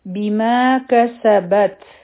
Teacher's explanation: په سین کې به را سیټي آواز هم راځي بیا دې یک تم نه یا او کاف به یوځی شي